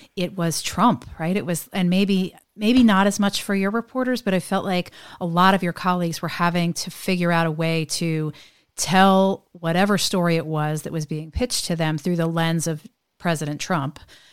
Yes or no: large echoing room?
no